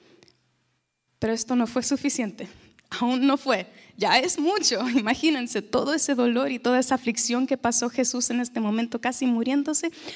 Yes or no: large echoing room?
yes